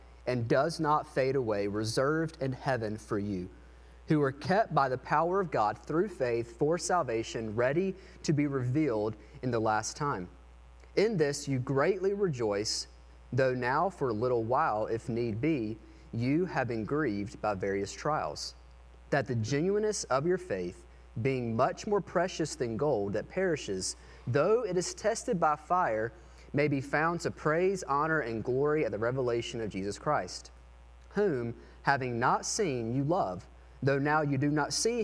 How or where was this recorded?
large echoing room